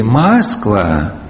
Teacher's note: старомосковское произношение было с первым предударным гласным очень растянутым